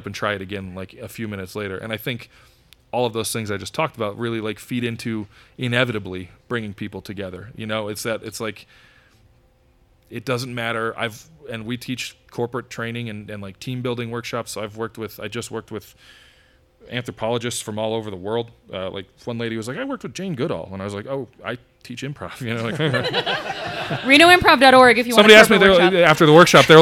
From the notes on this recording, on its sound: This episode of Renoites was recorded in front of a live audience at Black Rabbit Mead Company in Reno, Nevada. In front of a live audience at Black Rabbit Mead in the brewery district of Reno. The live audience got to enjoy several more improv games after the taping.